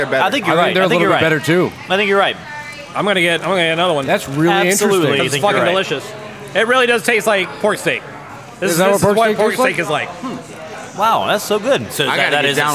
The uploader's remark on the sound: Recorded at Rocky Mtn Pizza in Atlanta, GA.